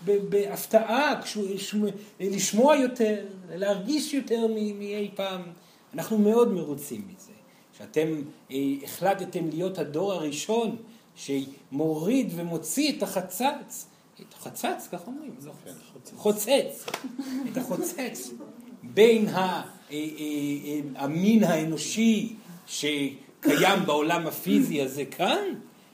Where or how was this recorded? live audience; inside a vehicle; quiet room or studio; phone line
live audience